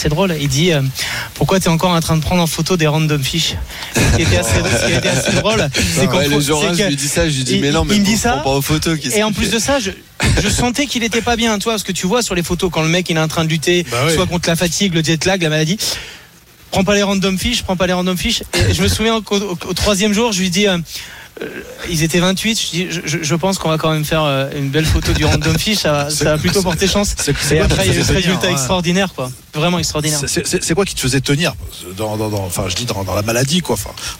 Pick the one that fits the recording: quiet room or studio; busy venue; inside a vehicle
busy venue